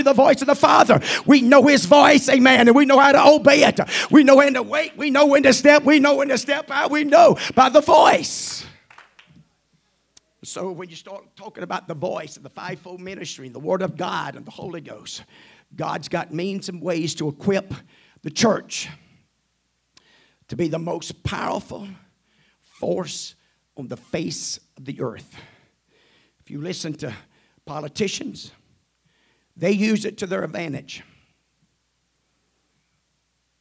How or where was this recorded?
large echoing room